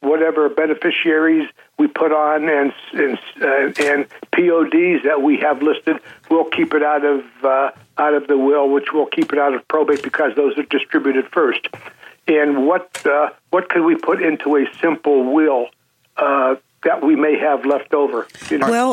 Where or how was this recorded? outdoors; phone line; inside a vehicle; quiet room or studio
phone line